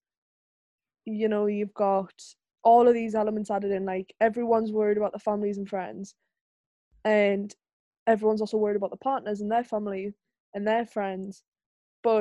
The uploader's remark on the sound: take to Zoom again